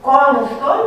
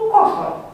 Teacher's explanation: grupul consonantic ns nu se mai pronunță în latina arhaică · Shown in: second take · De aceea ei nu spun consol, ci spun cosol.